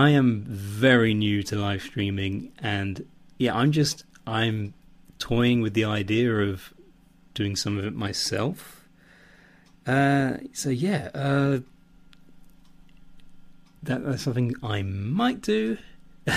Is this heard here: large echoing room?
no